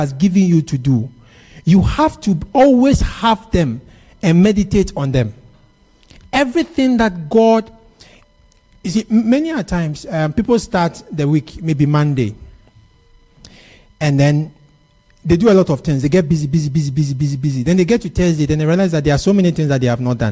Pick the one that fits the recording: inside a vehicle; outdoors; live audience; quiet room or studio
live audience